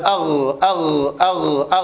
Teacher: فالغين تخرج من أدنى الحلق، وصفاتها أنها مجهورة رخوة مستعلية منفتحة. مجهورة يعني يصحبها زمير في الأوتار الصوتية أو اهتزاز أغ أغ أغ أغ، حينما تضع أصبعك في هذا المكان تجد اهتزاز أغ أغ أغ.